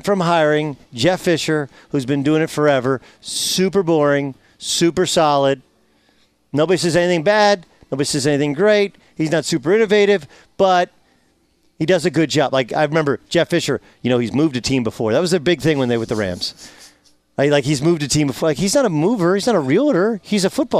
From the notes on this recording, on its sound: live from Dallas Cowboys Training Camp from Oxnard, CA